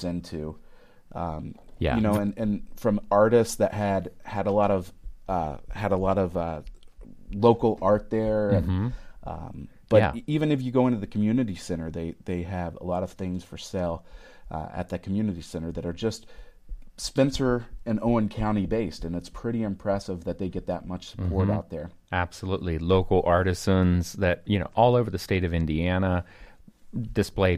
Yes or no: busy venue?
no